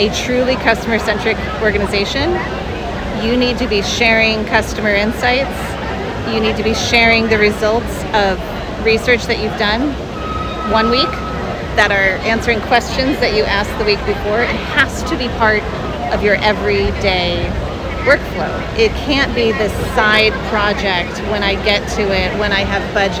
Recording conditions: busy venue